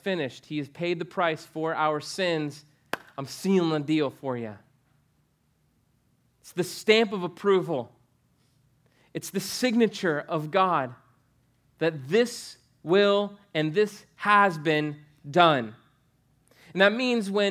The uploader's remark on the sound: preached on November 8, 2015 at Veritas Short North